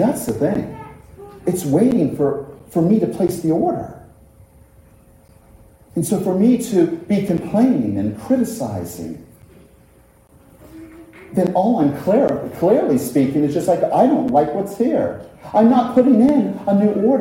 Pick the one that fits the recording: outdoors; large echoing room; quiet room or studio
large echoing room